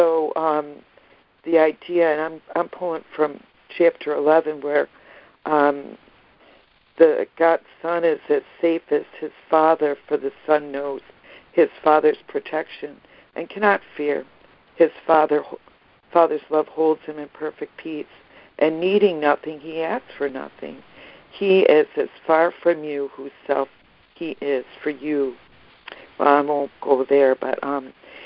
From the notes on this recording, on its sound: ACIM Daily Conference Call.